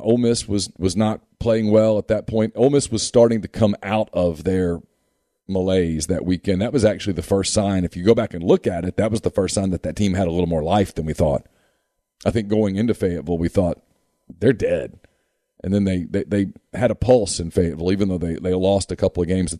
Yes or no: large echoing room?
no